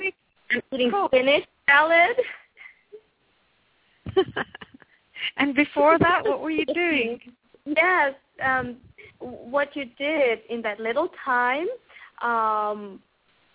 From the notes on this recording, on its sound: Takes your calls for healing live today!